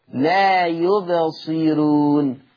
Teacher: طالما أن الراء مضمومة وقبل منها كسر أصلي فترقق · Term: يرقق الراء